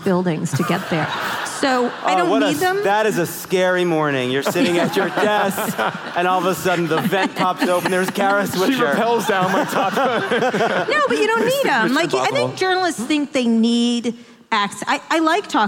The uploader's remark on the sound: Appearing as a guest on a live taping of their podcast, Pod Save America, in Oakland, California.